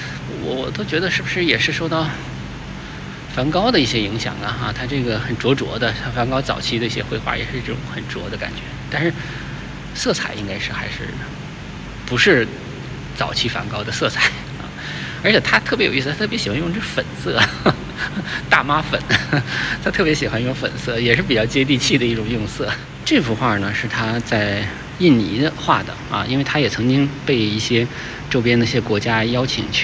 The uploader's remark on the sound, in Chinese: 这是一个视频，也没有任何的准备，就是在看展现场一边看一边谈感受。清华艺博。